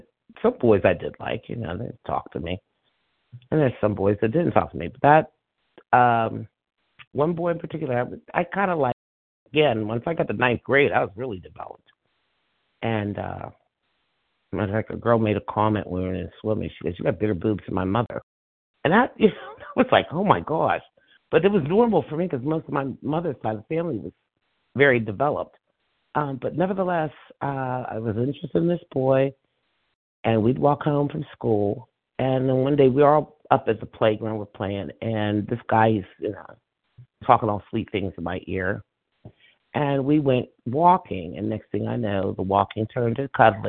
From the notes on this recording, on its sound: from the 100 Pounders Phone Meeting